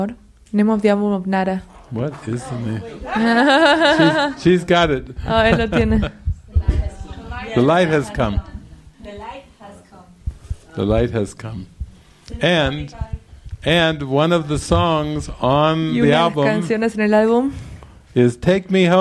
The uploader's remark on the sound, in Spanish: Esta es una grabación de una sesión de cine del retiro de La Luz en Ti con traducción al español. Recorded on the evening of January 22, 2020, in the Living Miracles Mexico Center in Chapala, Mexico.